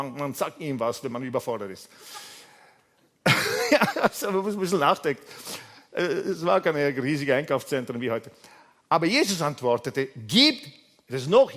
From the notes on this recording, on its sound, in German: Gottesdienst live aus der LIFE Church Wien.